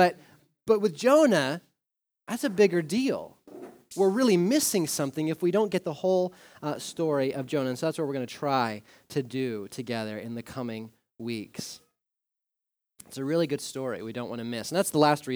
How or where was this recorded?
large echoing room